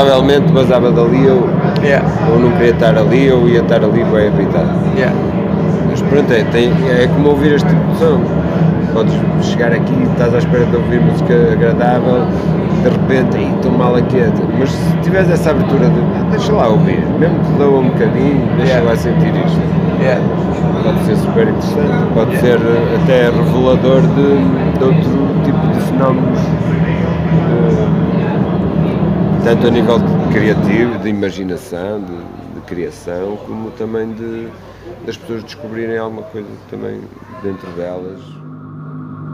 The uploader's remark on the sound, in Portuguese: Entrevista gravada na "Matinoise" das Cantigas do Poço no Rockstar pub, em Braga.